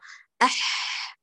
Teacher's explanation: كل الصفات تتجلى. يعني كما قلنا الحاء رخوة، إذا تكون الرخاء جريان الصوت الجريان الكامل واضح في الحاء الساكنة أح، بينما يكون قليلا محدودا في المتحركة، لكن في الساكنة واضح. · مهموسة فيها كمال جريان النفس، منفتحة فلا يجافى بين اللسان والحنك الأعلى، وتكون مستفلة فلا